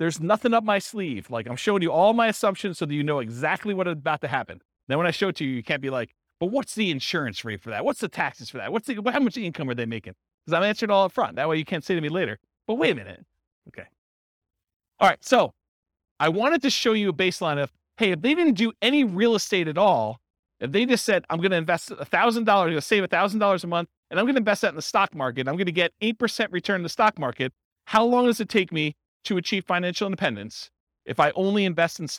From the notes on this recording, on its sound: This was a live class recorded